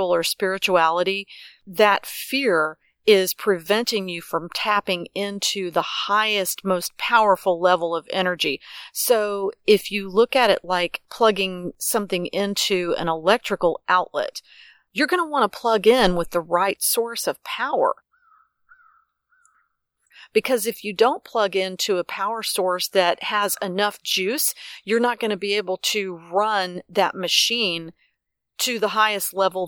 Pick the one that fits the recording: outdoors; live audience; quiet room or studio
outdoors